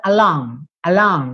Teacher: O G é uma consoante que muitas vezes a gente não escuta